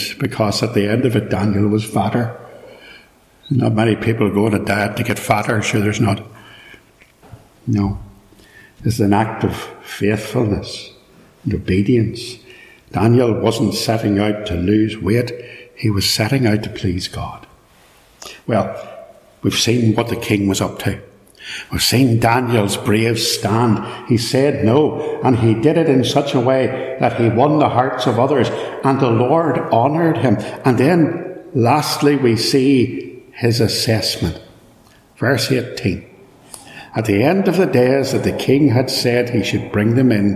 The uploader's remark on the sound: This is a sermon preached at Ballymacashon Congregational church, Killinchy, Co.Down. It is live and unedited, so there will be extraneous noise etc.